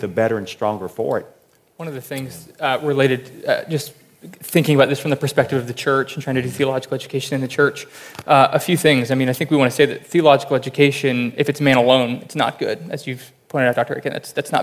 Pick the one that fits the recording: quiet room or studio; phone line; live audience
live audience